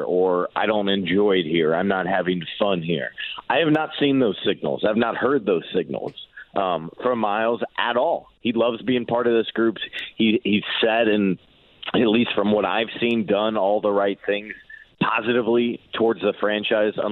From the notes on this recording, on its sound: They then turn to the phone lines, and talk to listeners